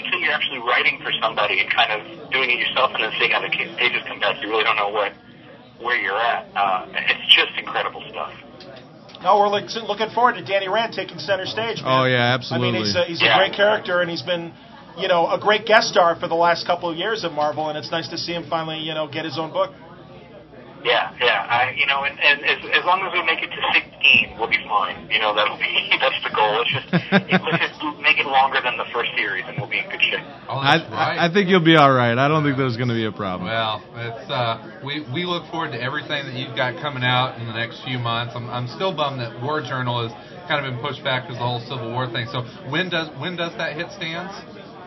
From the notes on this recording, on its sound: as we record from the first ever Chicago Mini-Con